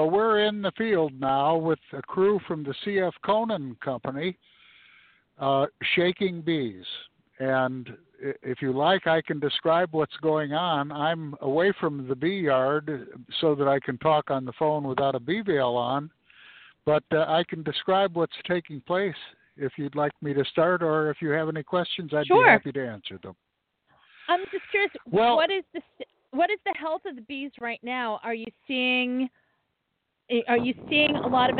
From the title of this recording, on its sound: Live From The Honey Bee Yard